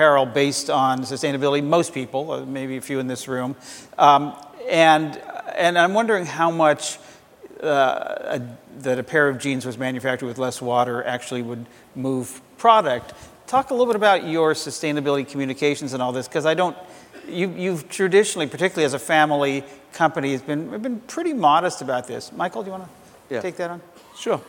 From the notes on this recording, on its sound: The best of live interviews from GreenBiz events.